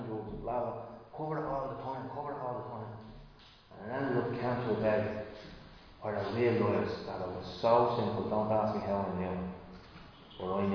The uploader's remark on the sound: Recorded live at Liberty Church on 6 September 2020